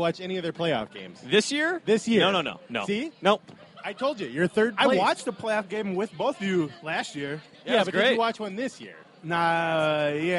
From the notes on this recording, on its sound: recorded live